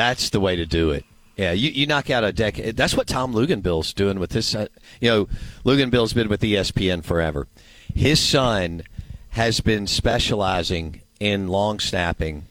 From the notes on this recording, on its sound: Live from Finch & Kelly in Oxford.